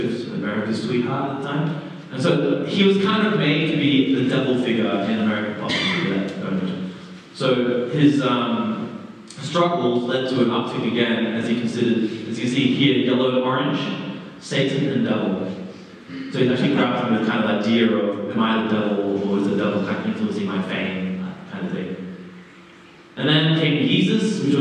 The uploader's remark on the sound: Terrible audio quality